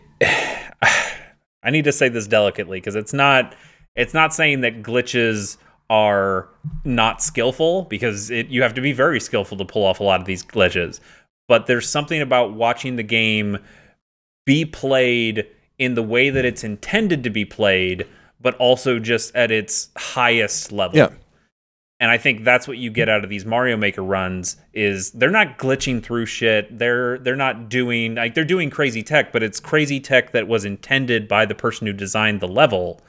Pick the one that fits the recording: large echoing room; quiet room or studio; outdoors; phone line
quiet room or studio